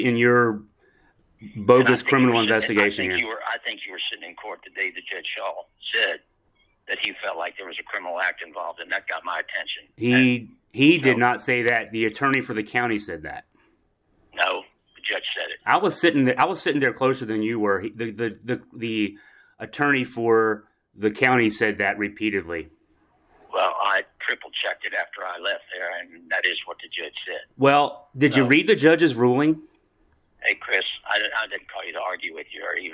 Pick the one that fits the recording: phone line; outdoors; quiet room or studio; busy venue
phone line